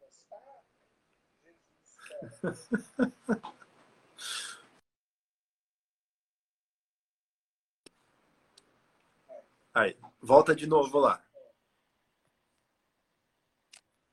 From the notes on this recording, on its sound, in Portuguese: transmitida através de Live no nosso Instagram